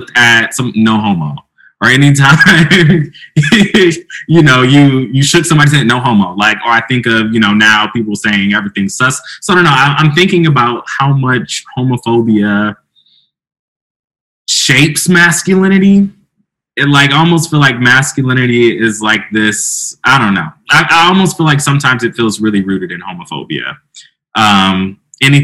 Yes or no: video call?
yes